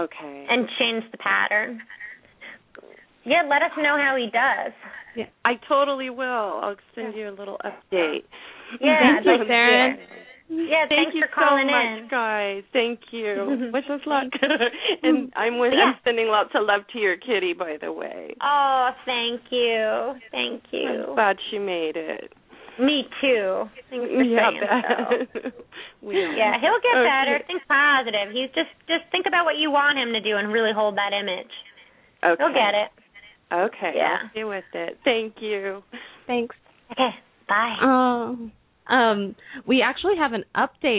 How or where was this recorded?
phone line